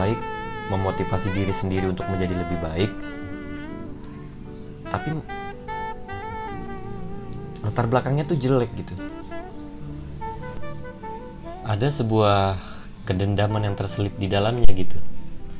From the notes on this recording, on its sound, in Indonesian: Maaf jika kualitas sound jelek,semoga bisa secepatnya beli gear untuk podcast ini.